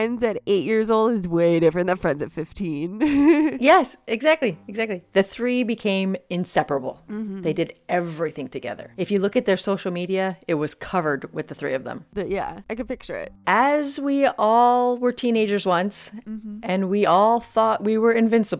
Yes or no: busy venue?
no